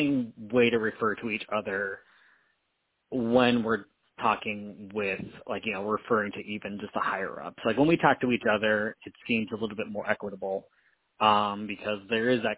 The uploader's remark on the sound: We had some technology issues with this one, which led to us broadcasting for a third time via our phones. Due to the difficulties, I did not give the man a proper intro as I was sweating bullets trying to figure out how to record a podcast over the phone.